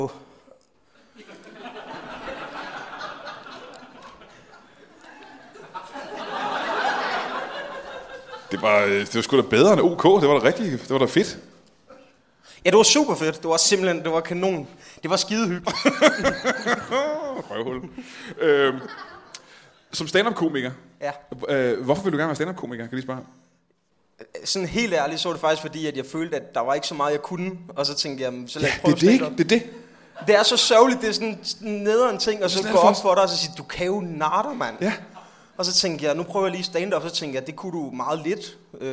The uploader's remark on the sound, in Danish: LIVE fra Slagteriet i Odense